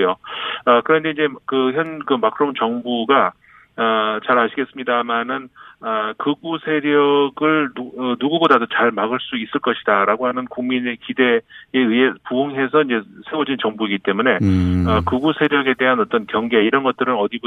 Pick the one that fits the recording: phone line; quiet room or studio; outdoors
phone line